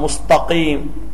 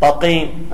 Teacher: الشيخ أعطانا حال هذا الأمي، قال وهو من يخل بحرف، يعني يعطينا بدل الحرف حرف آخر، بدل السين بيعطينا صاد، وبدل التاء بيعطينا طاء · Shown in: second take